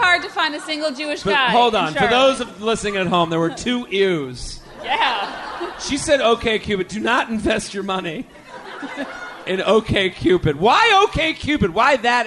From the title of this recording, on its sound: LIVE From The Comedy Zone in Charlotte